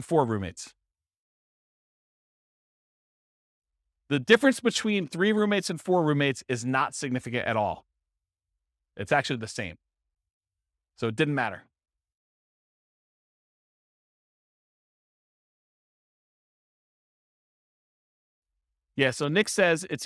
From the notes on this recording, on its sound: This was a live class recorded